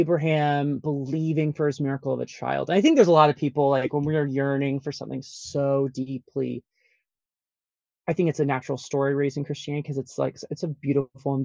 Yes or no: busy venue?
no